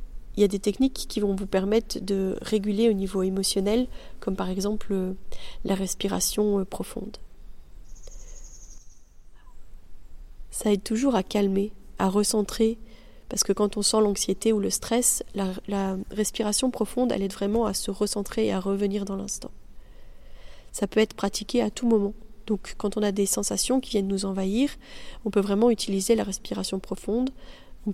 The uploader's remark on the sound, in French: Un épisode enregistré dans un cadre naturel exceptionnel, au Mexique.